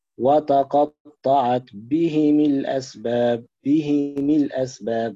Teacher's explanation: قرأ الإمام أبو عمرو، الإمام أبو عمرو البصري، قرأها بكسر الميم، مش هيضم مثل حفص، لا، ومش هيضم مثل بقية القراء، سيقرأ بكسر الميم اتباعا لكسرة الهاء